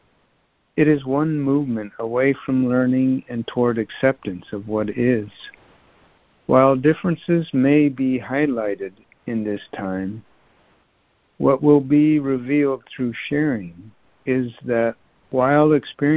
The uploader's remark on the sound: Joining together on a Free Conference Call.